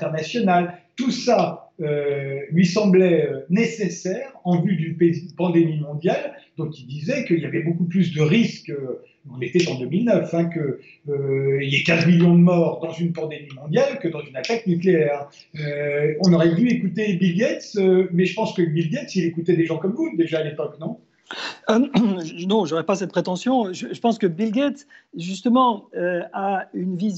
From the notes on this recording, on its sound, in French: En étant confiné chez lui et en recevant ses invités par Skype.